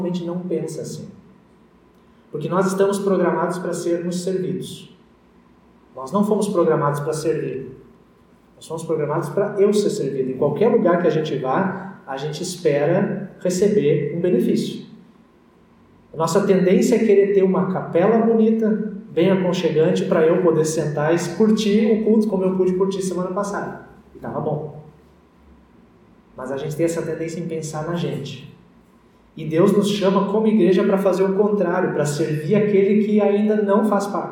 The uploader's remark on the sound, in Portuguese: Áudio da mensagem do útlimo culto presencial antes das restrições em função da pandemia da COVID-19.